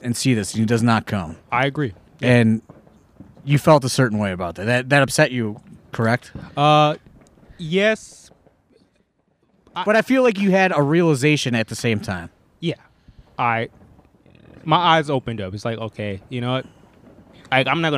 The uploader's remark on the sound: After consuming roughly 60 White Claws we decided to get the podcast equipment and record live from the AIW 4th of July cookout.